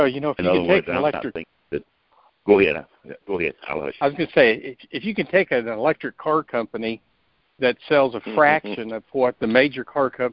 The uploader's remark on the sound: July 2020 Monthly Conference Call